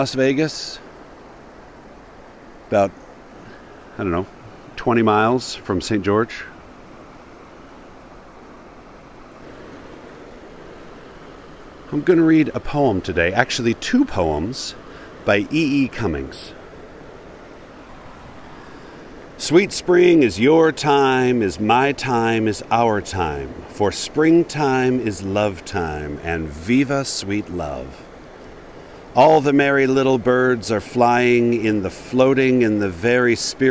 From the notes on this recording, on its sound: Recorded on the shore of the Virgin River in northern Arizona, at the edge of the Mojave Desert. I was sitting on a big, jutting chunk of red sandstone, surrounded by Joshua trees and cacti.